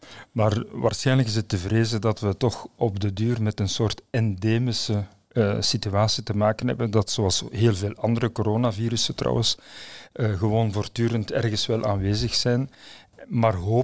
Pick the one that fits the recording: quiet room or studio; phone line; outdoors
quiet room or studio